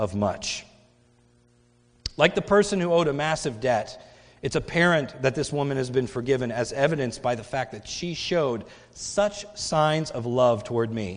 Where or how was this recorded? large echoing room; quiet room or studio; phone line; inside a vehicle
large echoing room